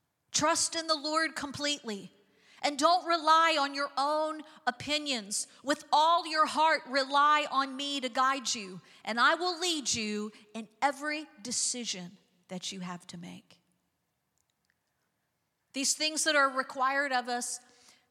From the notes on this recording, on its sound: Recorded live on 5/7/23.